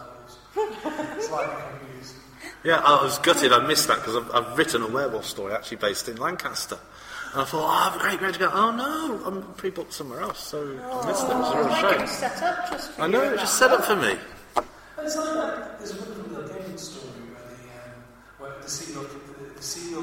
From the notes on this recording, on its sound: Blackpool Comic Con Special. Sound quality is low at points, due to the live recording.